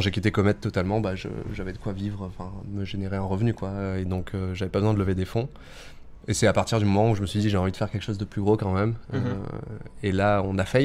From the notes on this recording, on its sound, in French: Cet épisode a été enregistré à l'occasion de Zero-to-One - l’événement. Cet épisode a été enregistré à l'occasion de Zero-to-One - l’événement.